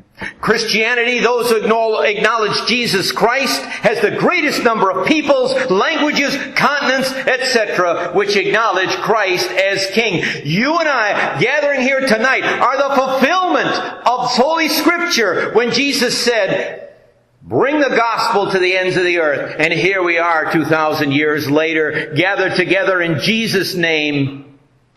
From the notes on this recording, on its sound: This message based on Proverbs 14:28 was delivered at the Joint Ascension Day service held at Our Redeemer Lutheran Church in Taylor, Michigan.